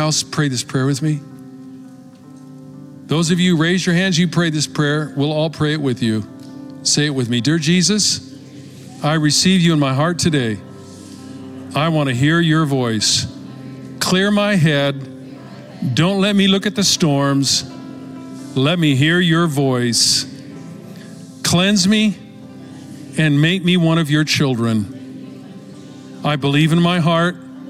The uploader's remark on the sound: Recorded live at Capital Church in Meridian, Idaho